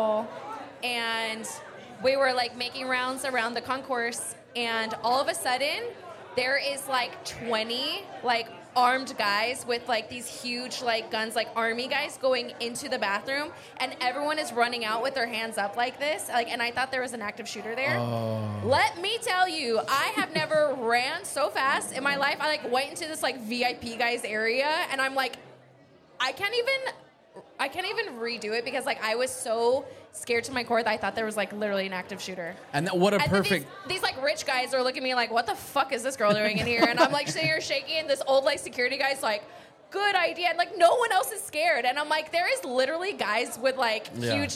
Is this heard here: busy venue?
yes